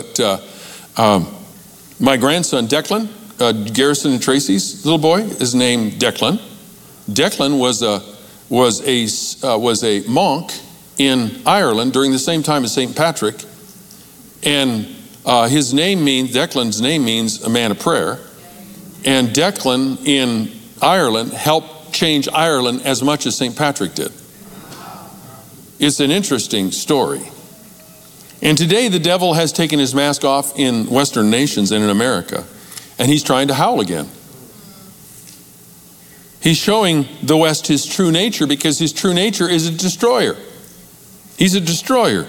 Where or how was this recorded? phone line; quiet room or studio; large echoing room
large echoing room